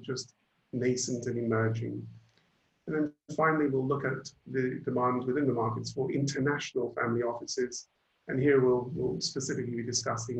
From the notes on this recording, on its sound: Webinar audio recording